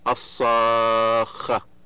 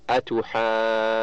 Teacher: ولا بد فيه حينئذ من التخلص من التقاء الساكنين، وذلك يكون بالمد الطويل 6 حركات، لأنه حرف مد جاء بعده ساكن لازم وصلا ووقفا، وهذا هو المد اللازم